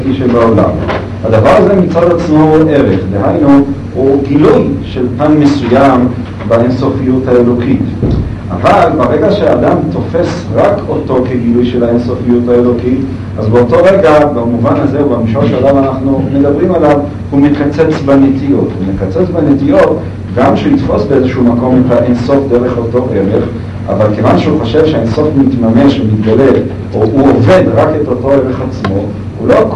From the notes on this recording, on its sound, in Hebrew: ההקלטה באיכות נמוכה